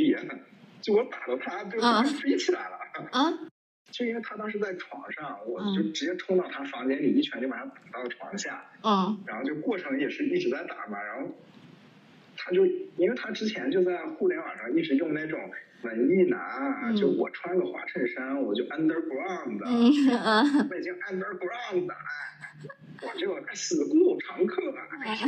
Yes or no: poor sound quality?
yes